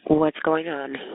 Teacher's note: The dispatcher appears nervous and breathy